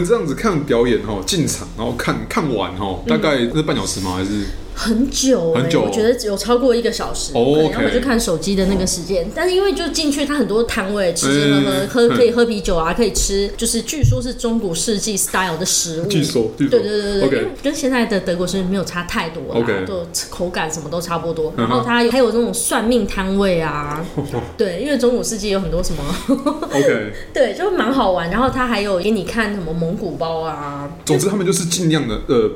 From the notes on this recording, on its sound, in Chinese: 本集白噪音指數：蚊風級 1/5。錄音地點： The Gathering Cafe 齊客咖啡。